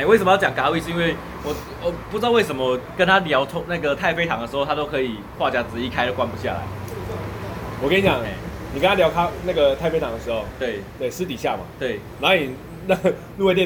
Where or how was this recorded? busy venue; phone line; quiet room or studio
busy venue